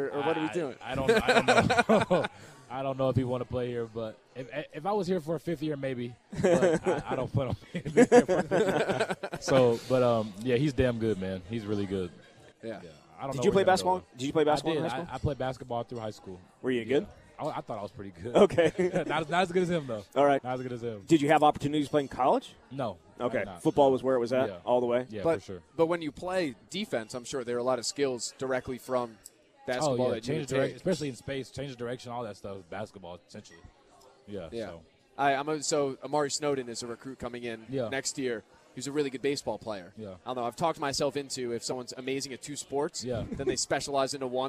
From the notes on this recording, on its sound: live from Monk's in Sun Prairie